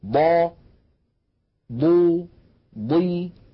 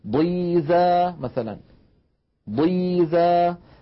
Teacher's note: حتى عندما تكون الضاد مكسورة تكون ضخمة مفخمة تماما